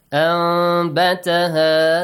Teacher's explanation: Iqlab. Change the noon sound into a meme, hidden meme sound.